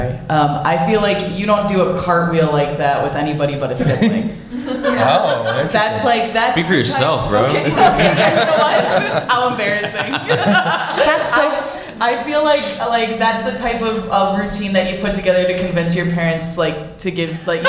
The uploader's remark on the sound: LIVE from BroadwayCon 2023 in New York City!